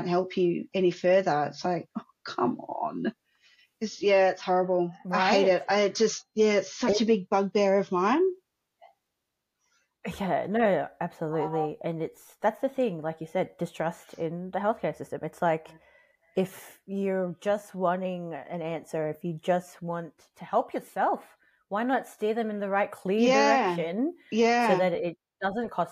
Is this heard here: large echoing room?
no